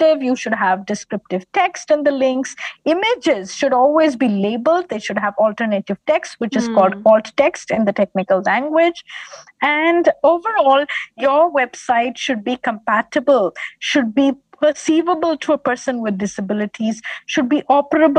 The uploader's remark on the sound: This episode was recorded over zoom.